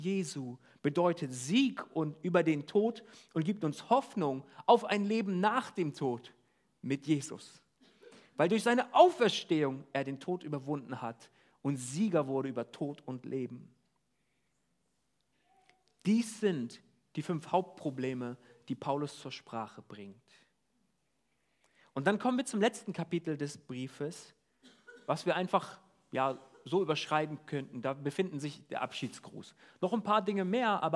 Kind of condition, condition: setting, large echoing room